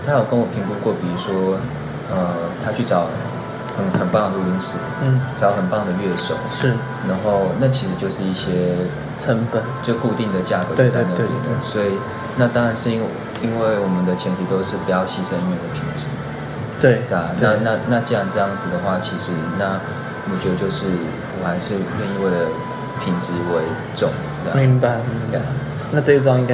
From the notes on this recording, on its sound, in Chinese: 直接不孝的坐下來假裝客人開始聊天，然後又不小心按到iphone7的語音備忘錄的錄音鍵。